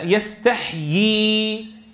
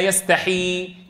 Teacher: يريد أن يرى أتحقق الياء أم تقول لا يستحي كما يفعل الكثير